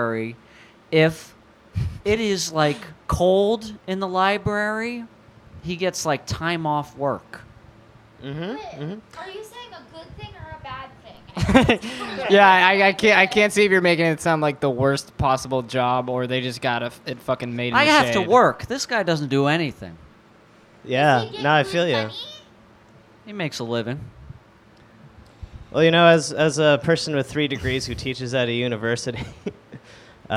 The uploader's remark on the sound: This episode of Cat Talk was recorded live in New York City at the Experimental Comedy Gallery in Brooklyn.